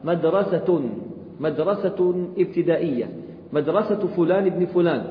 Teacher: لاحظ مدرسة عندما حركت المدرسة صارت تلفظ معي التاء، إذن هذه تاء مربوطة.